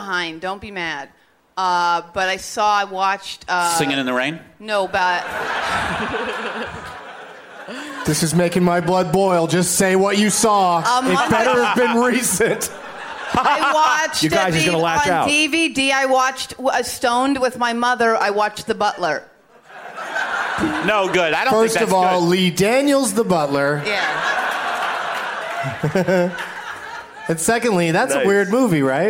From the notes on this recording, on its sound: Live from New York City's Irving Plaza.